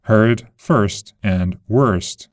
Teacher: The British thinking sound, found in words like heard, first, and worst, is pronounced differently with the tongue raised and a R quality in American